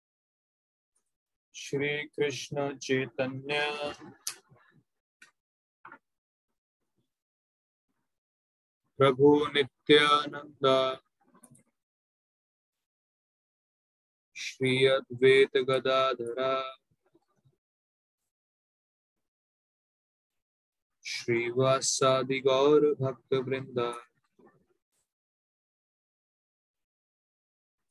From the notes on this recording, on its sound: Zoom recorded class. HKM, Mumbai.